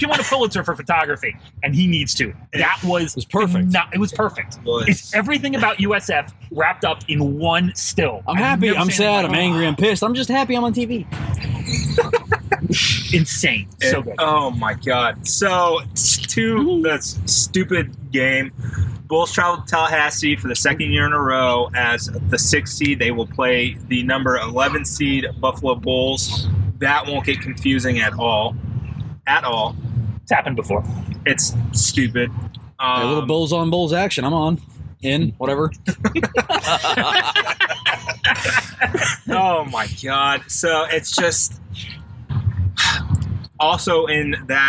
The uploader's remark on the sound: recording from The Sail Pavillion in beautiful downtown Tampa